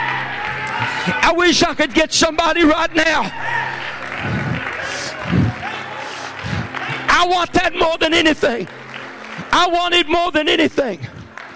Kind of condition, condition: setting, large echoing room